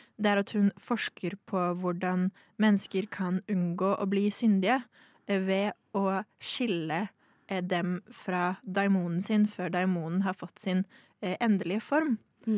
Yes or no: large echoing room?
no